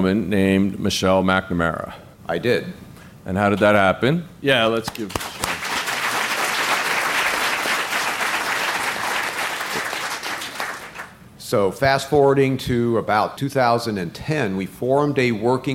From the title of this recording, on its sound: Live From CrimeCon